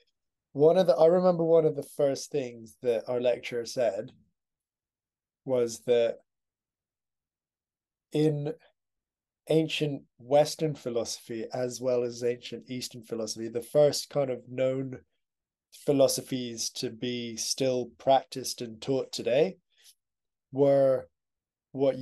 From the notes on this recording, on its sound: We decided the best thing to do was start recording video footage as well. The episodes will be recorded through Zoom.